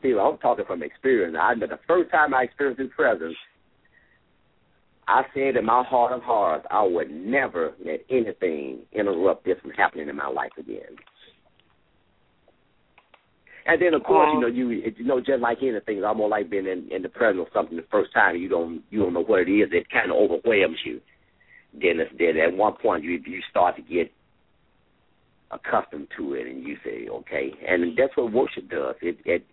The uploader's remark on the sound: LML uses a progressive live call in format.